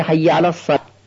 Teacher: شاید ما ندونیم و بگیم حی علی الصلاه، همون ته رو در حالت وقف بخونیم، در حالی که ته گرد در حالت وقف تبدیل به ه میشه، یعنی حی علی الصلات میشه حی علی الصلاه. · Term: وقف بر ته گرده